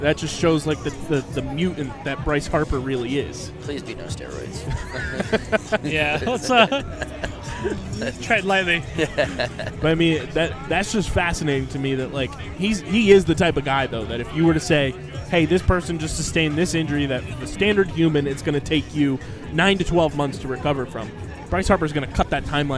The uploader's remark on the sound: LIVE from the Jetro Lot before Phillies Opening Night for our first LIVE podcast of 2023!